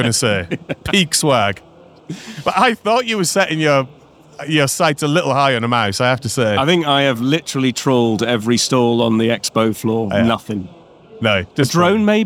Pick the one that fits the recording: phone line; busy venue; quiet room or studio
busy venue